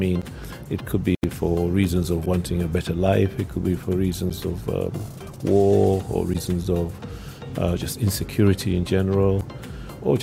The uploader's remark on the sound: Pulse Live at SIBF 2021